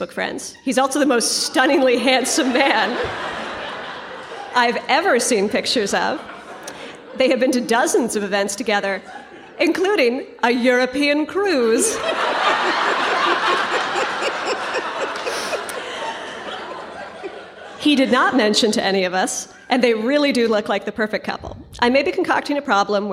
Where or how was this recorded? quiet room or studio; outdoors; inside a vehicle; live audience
live audience